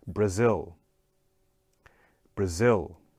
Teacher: Again, the second syllable gets the stress, zil